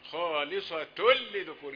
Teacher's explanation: التنوين في خالصة دي هيدغم في ايه في اللام ادغم بغير غنة · Term: ادغام بغير غنة